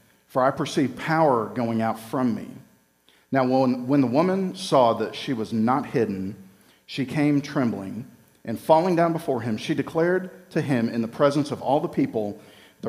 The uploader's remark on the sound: Recorded live at Freedom Fellowship Church in Tontitown, Arkansas.